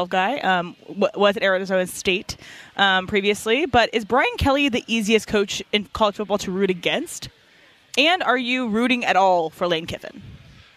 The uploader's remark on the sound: LIVE from LAKERS Media Day in EL Segundo!